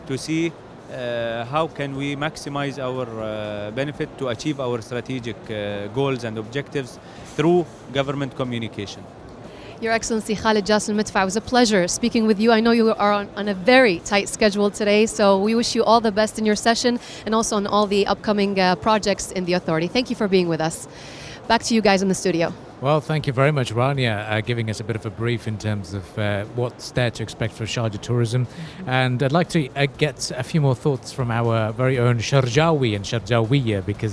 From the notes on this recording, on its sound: Live from IGCF 2022.